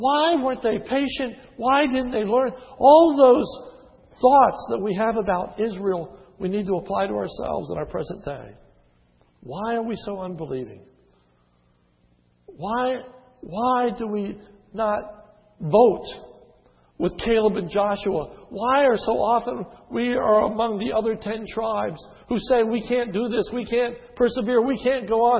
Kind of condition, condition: setting, large echoing room